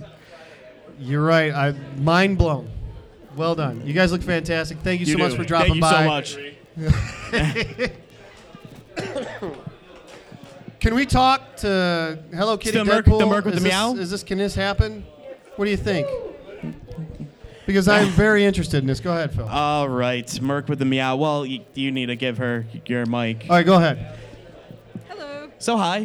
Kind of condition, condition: setting, busy venue